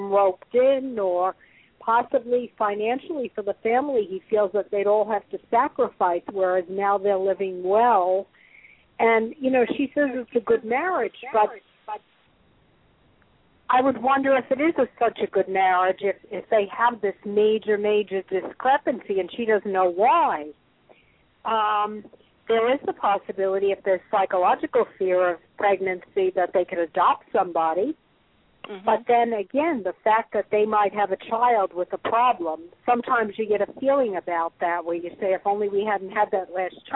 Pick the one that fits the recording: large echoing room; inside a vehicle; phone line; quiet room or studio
phone line